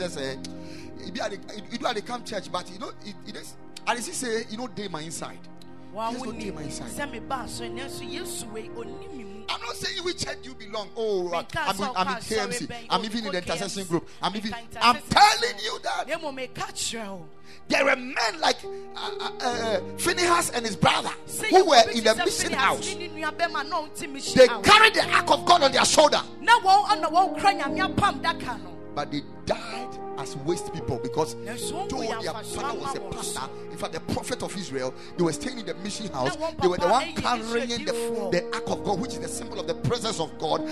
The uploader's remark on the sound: Preached at Ekklesia Chapel